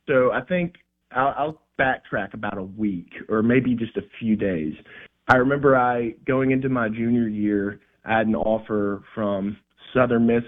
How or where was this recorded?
phone line